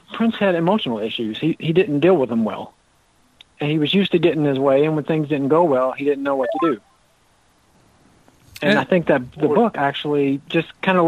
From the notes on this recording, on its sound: Listener Phone Calls. We open up the phone lines and get you the listeners to weigh.